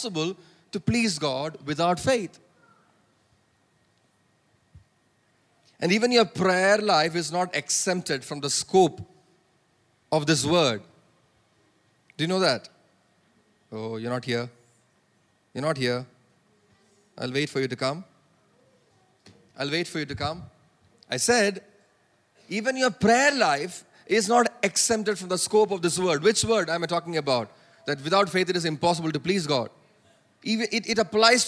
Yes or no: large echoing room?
yes